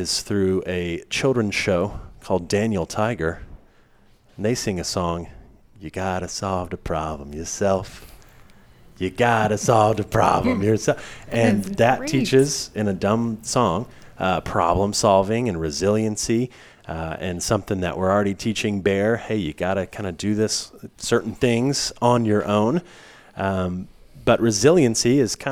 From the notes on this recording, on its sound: This Fam Lab episode was recorded at Midnight Oil Coffeehouse in Searcy, Arkansas on the Harding University campus.